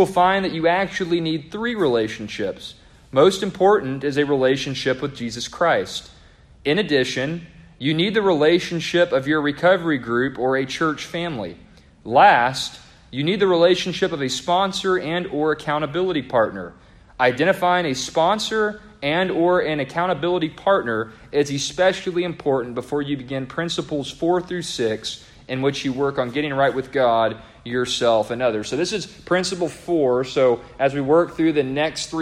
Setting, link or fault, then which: setting, large echoing room